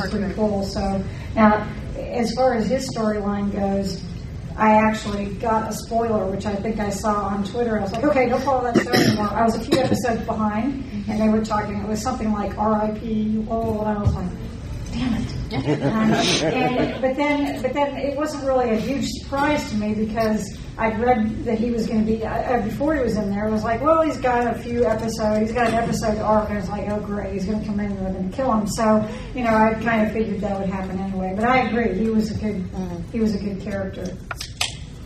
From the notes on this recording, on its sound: Fan Panel at DragonCon ’15. Was able to Skype.